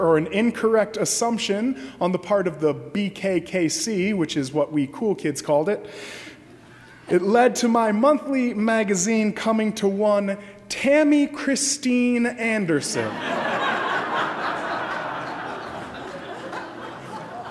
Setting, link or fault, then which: setting, large echoing room